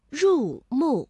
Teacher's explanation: 两个去声相连，第一个音节变五三，第二个音节保持五一。 · Term: 连接变调